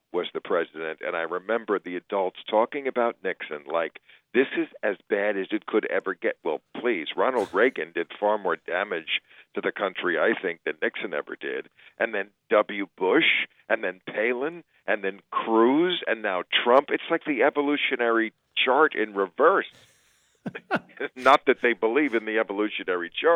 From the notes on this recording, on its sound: Joins us by phone.